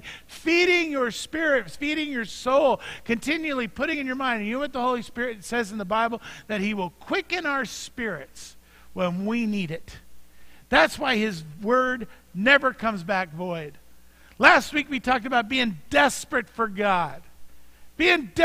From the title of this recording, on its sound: Mt. Zion Church Live!